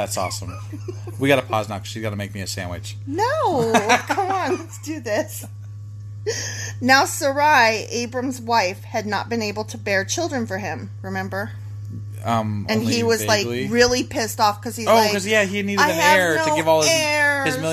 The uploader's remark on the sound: accompanied by the sweet background sound of a running computer